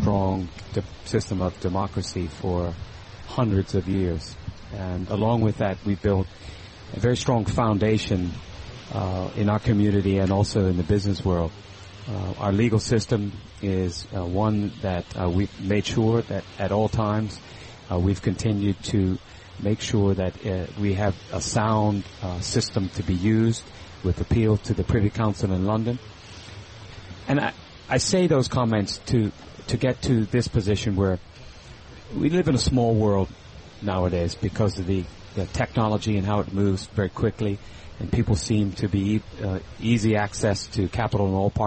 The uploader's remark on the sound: Broadcasting live from Elbow Beach Bermuda.